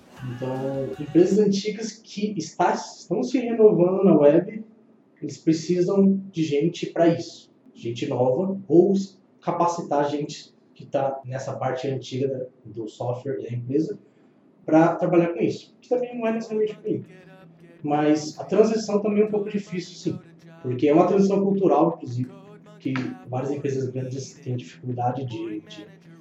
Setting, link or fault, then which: fault, poor microphone